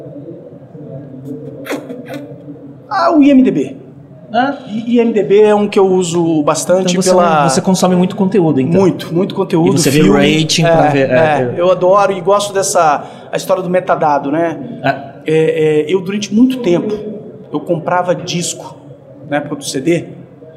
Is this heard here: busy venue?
yes